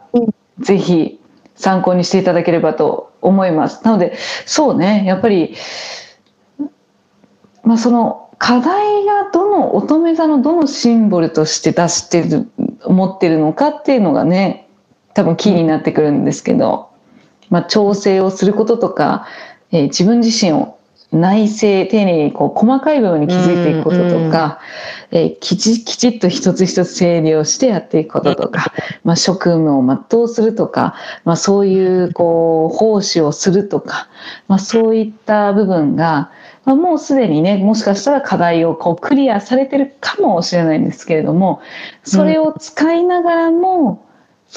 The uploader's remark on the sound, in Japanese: リモート収録での音声ですのでところどころお聞きづらいところもあるかもしれませんが